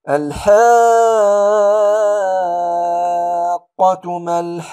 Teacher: لاحظوا معي هنا لدي المد اللازم هنا الكلامي، هنا ست حركات وهنا ست حركات، أقول الحاقة ما الحاقة، مدت ست حركات ست حركات